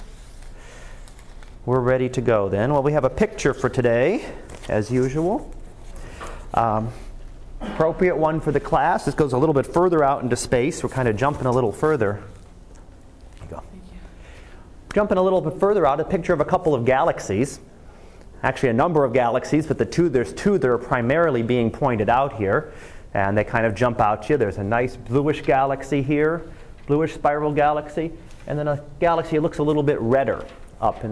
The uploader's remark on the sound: Live Class Lecture